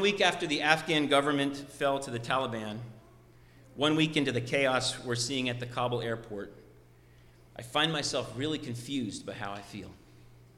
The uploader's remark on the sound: Sermon preached at RCHP